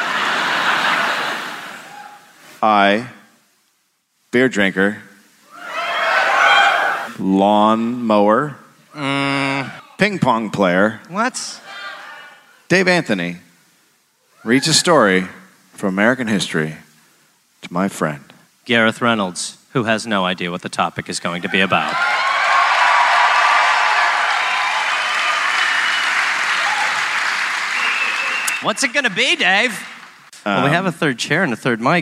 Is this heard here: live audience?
yes